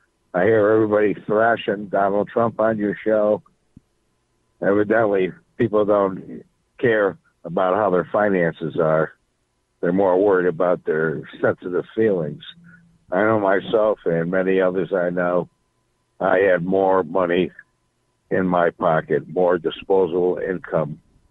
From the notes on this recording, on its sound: we take phone calls - for the entire hour!